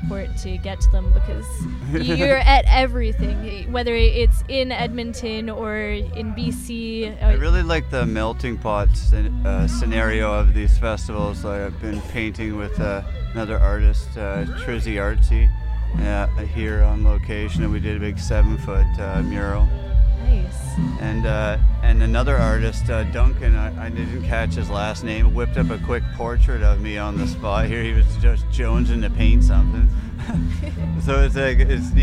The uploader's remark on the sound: Stopped by The Dream Zine & GRadio.ca booth at North Country Fair.